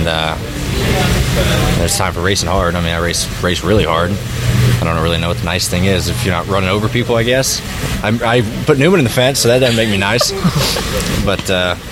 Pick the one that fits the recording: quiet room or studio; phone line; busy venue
busy venue